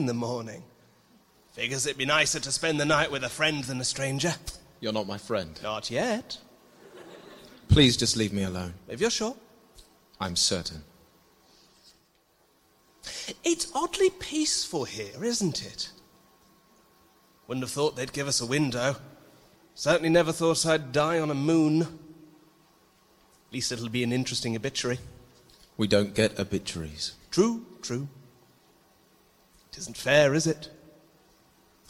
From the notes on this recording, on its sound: Live at PodUK. A live special recorded at PodUK 2019.